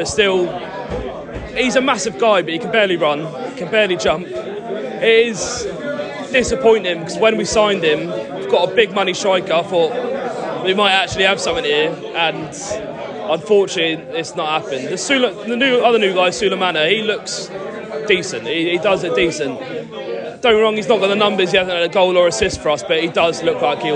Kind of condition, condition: setting, busy venue